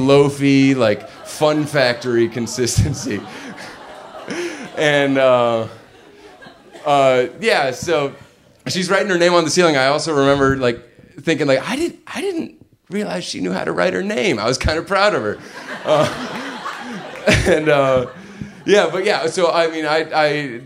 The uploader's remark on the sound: Live From Portland 2!